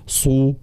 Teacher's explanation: ثم الصاد مفخمة مطبقة ومضمومة، فلا بد كذلك من بيان حركة الضم بضم الشفتين